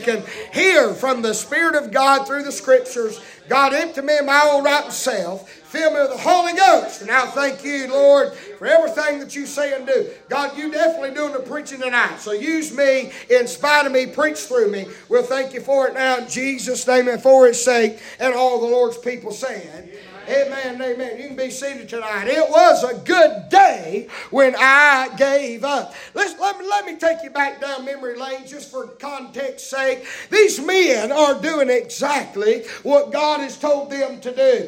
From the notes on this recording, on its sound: preaching live from Still Water Baptist Church